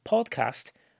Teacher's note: in podcast, the stress is on the first syllable